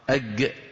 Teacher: في منطقة تعز في اليمن هذا الصوت أج مكان الجيم، مثل الجيم القاهرية